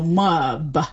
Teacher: But what we'll do is we'll sort of insert an extra vowel between the M and the B · Term: slight adaptation